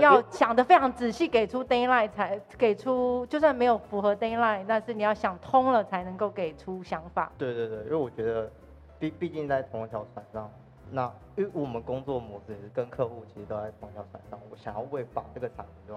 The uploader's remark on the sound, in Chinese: 本集錄音因出機到飲品店故聽到任何店內聲音都純屬自然